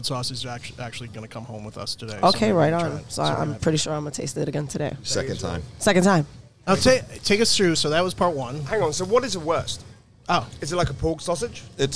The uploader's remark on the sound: On location at a Greek owned, German butcher! A must visit if you are in the Hudson Valley!